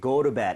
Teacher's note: flap을 좀 내서 리을 비슷하게 go to bed 하셔도 괜찮아요